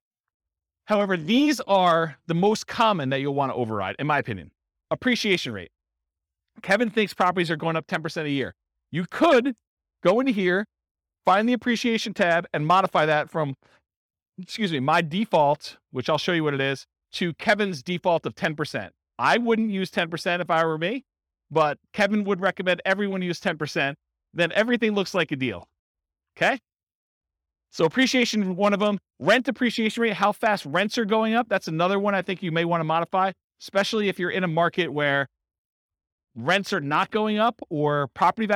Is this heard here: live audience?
yes